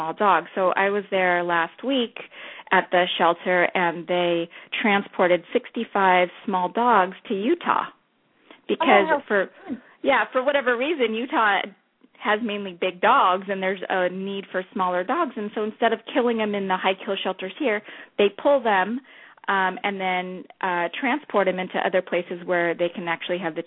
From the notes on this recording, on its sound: open up the lines for listeners to call